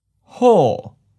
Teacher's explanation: Second tone, high falling.